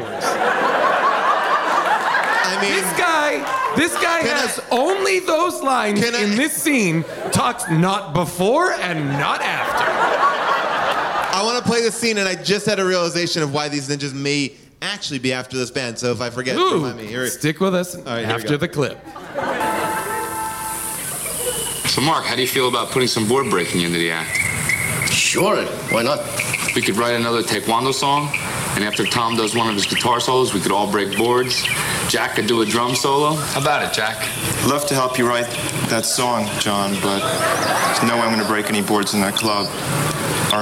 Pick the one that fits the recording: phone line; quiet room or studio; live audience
live audience